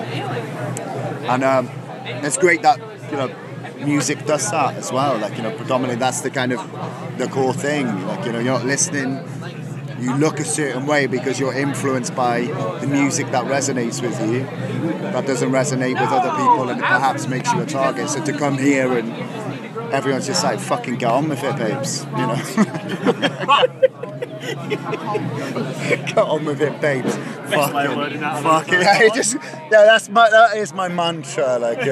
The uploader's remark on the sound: From our 'Live from 2000 Trees 2023' series.